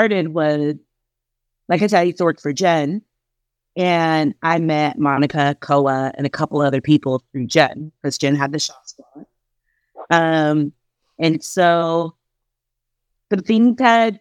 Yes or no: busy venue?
no